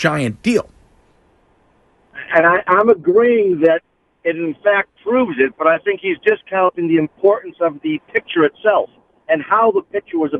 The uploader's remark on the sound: listeners call in to argue with him